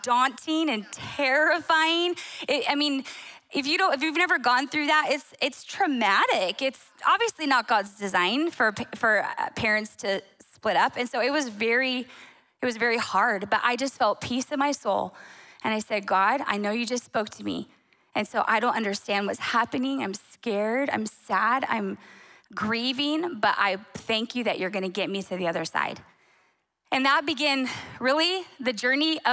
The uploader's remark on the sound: Recorded on December 10, 2023 at Capital Church in Meridian, Idaho.